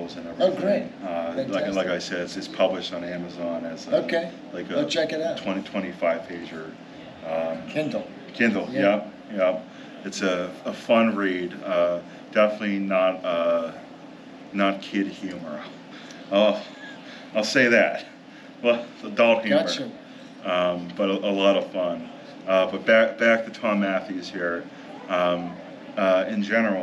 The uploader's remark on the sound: Live From Pittsburgh's Horror Realm Con 2023.